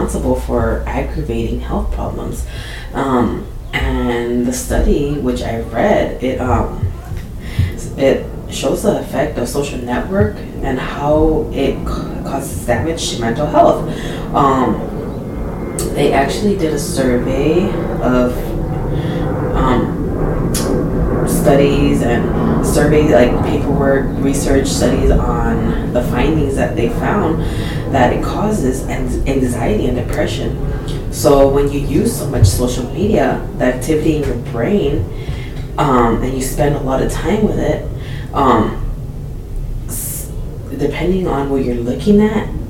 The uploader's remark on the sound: some static/background noise in this episode